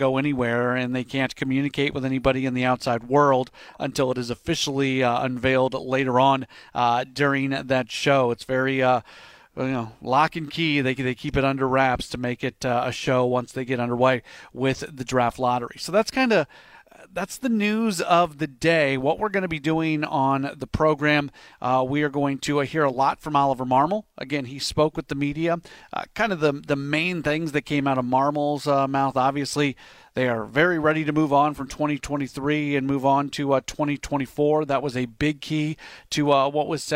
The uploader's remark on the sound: broadcasts live from Day 2 of the MLB Winter Meetings in Nashville